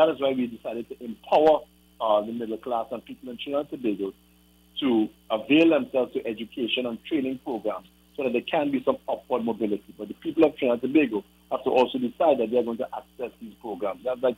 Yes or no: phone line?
yes